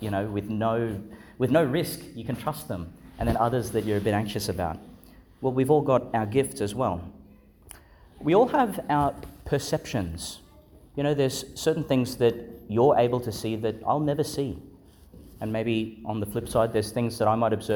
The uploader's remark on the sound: Homily for Sixteenth Sunday in Ordinary Time, delivered in Our Lady Star of the Sea Church, Gladstone, Qld.